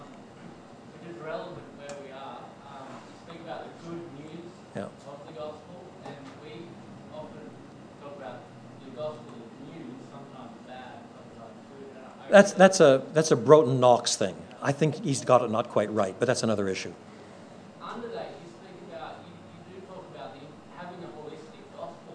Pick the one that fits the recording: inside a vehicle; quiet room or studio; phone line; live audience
live audience